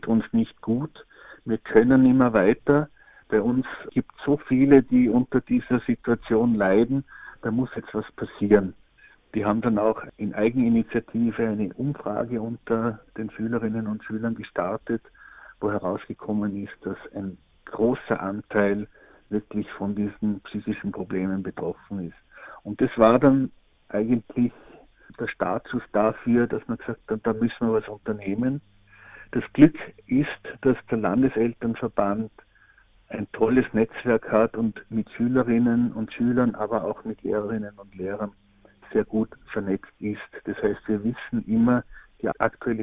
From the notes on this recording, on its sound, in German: Telefoninterview.